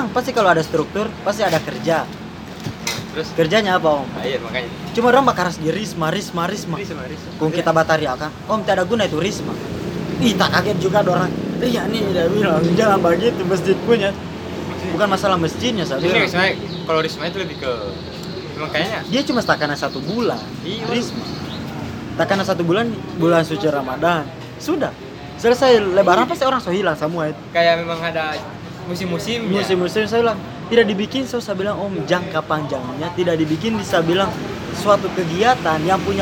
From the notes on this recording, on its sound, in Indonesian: Diselah-selah ngerjain Proyek Video Profil KPMB-Y di panasnya cuaca Yogyakarta. Kita ngopi di angkringan di kawasan Tigu Jogja.